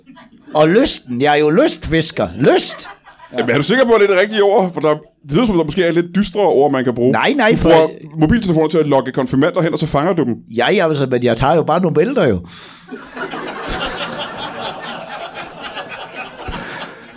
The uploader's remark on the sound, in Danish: LIVE fra 27b i Kolding. Optaget foran et mageløst levende publikum.